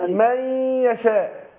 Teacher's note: برضو الادغام، اقول من يشاء مع الغنة حركتين